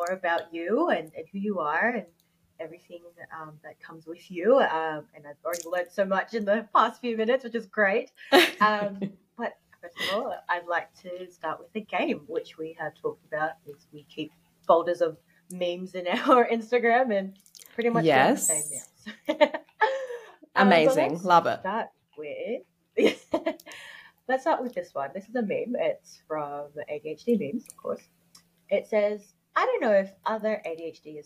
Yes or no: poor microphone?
yes